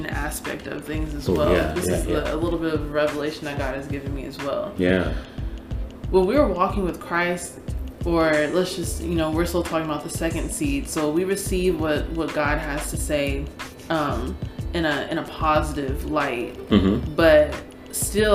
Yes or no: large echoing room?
no